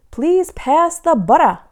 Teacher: the two T's in the word butter, as we say it in the US, are the same as a flipped Russian R.